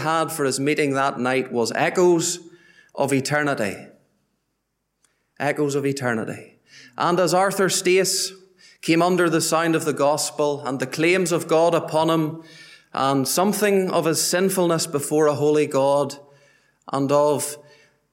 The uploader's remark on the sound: Gospel Audio from Ballyclare Gospel Hall.